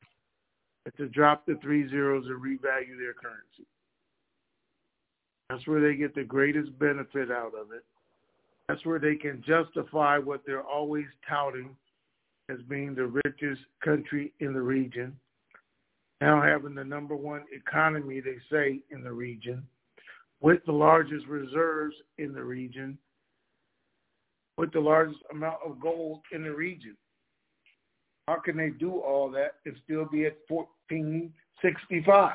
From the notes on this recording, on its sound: TNTSuperfantastic Conference Call